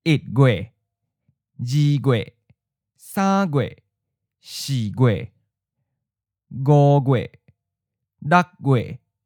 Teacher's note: the last syllable of the numbered month keeps its original tone, and then gue is lighter or neutral, basically like a third or fourth tone. · Term: neutral tone